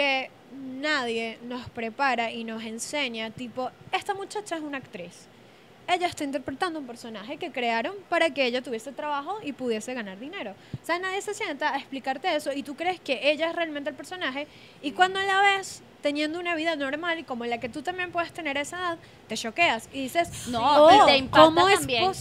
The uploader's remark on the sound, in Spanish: Grabado en Vía Lattea, en Caracas